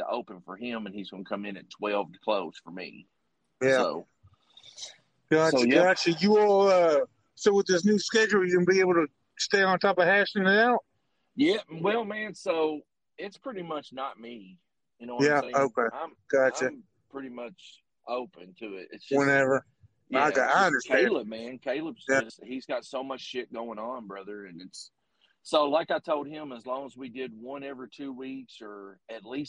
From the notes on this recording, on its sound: I man in the car alone with his thoughts but today I got a guest.